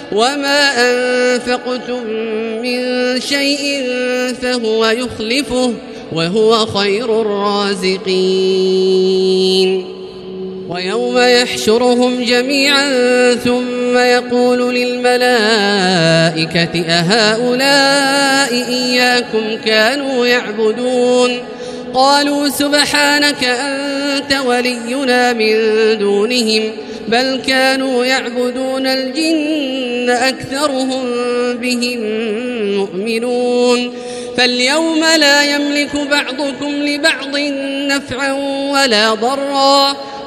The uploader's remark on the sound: This is Live Recitation from Masjid ul-Haram in Al-Makkah Al-Mukarramah, 1440 H.